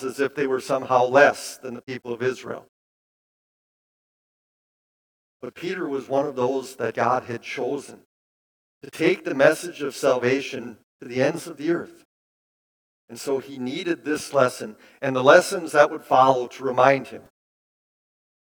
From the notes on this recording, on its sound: Bethany, Appleton, WI. Preached this sermon at Bethany's Sunday worship on January 8, 2023.